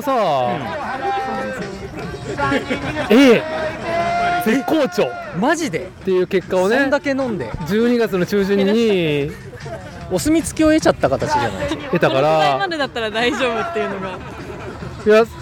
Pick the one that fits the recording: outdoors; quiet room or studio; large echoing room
outdoors